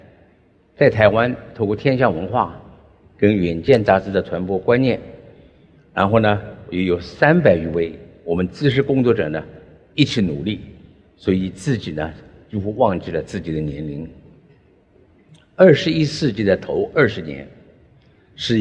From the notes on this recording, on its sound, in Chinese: 本集節目取自【2023突破者知識跨年饗宴】現場錄音